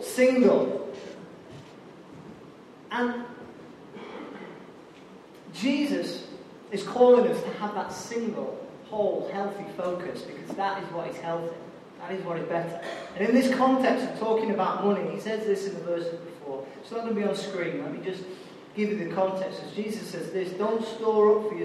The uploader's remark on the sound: Recorded live at Life Church on Sunday 22nd January 2017.